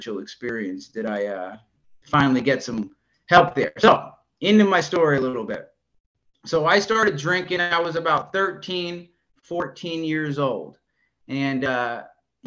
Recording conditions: video call